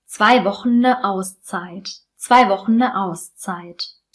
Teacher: Wenn wir beides reduzieren, klingt Wochen ne wie ein Wort.